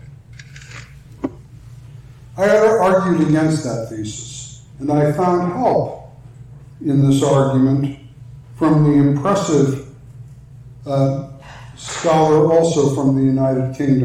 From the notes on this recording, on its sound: talk for the NALC Atlantic Mission Region's theological conference